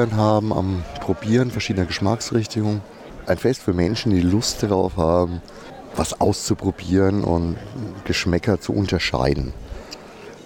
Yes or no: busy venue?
yes